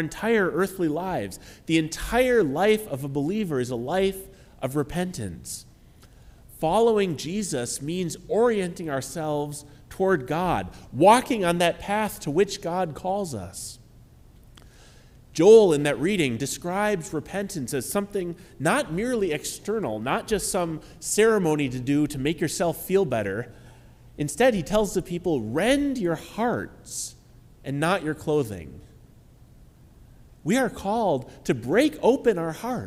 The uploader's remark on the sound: Here is the sermon from our ecumenical midweek Lenten service on March 22, 2023. This service was at Grand Avenue United Methodist Church in Port Washington.